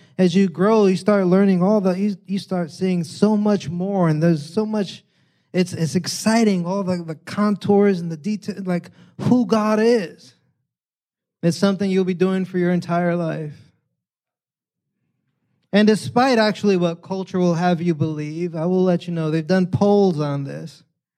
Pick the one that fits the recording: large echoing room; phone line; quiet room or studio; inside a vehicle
large echoing room